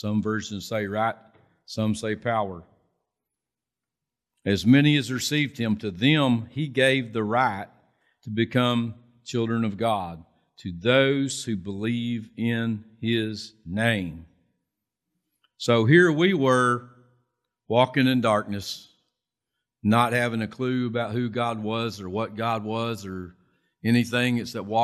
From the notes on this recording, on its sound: Recorded from South Gate Fellowship in Duncanville, TX on Sunday, November 14, 2021.